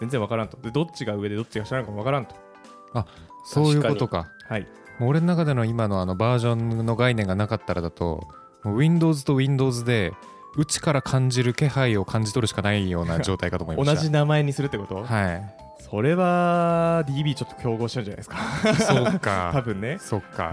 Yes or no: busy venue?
no